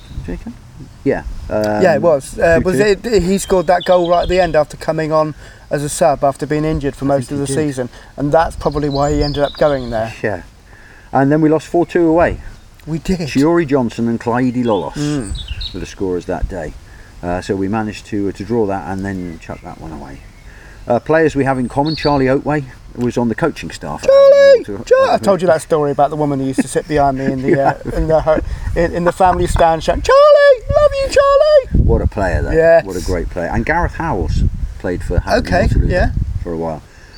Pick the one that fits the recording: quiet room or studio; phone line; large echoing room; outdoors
outdoors